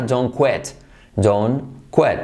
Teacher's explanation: La T como se omite